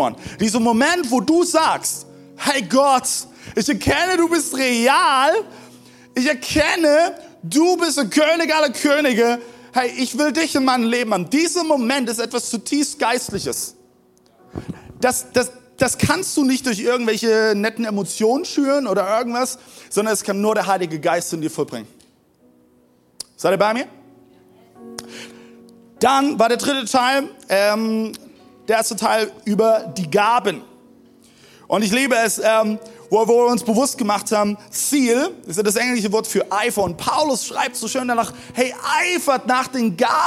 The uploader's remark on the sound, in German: Zeal Church Dresden. Audiomitschnitt der Predigt. Im Kurländer Palais in Dresden.